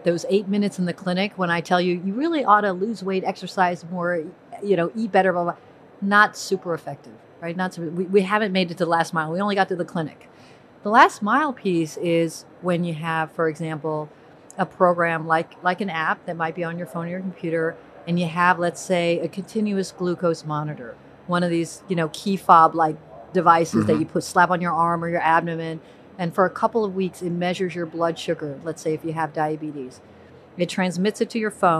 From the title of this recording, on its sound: live from HLTH 2021